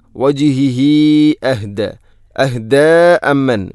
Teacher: അല വജിഹി അഹ്ദ ഹമീറിന് ശേഷം ഹംസ വന്നാൽ മദ് മുൻഫസ്സിൽ പോലെ നീട്ടണം, നാലോ അഞ്ചോ ഹർക്കത്തിന് തുല്യമായിട്ട്.